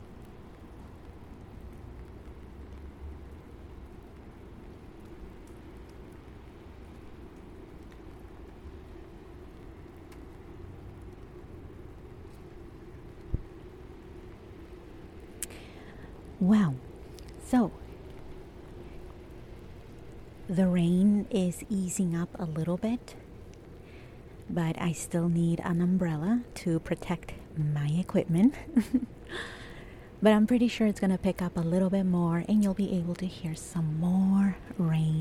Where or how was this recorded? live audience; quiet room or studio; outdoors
outdoors